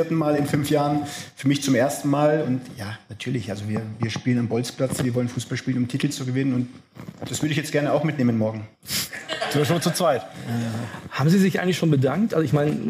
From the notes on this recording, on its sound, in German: Heute gibt es die erste Stammplatz-Folge mit Publikum. Am Freitag traf sich die Fußball-Prominenz bei BILD 100 Sport im Axel-Springer-Hochhaus in Berlin.